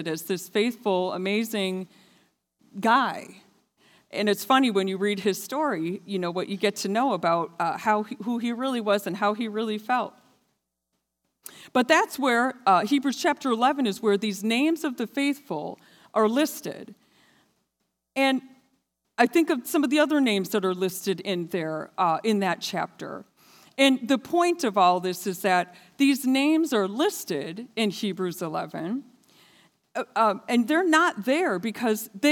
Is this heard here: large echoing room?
yes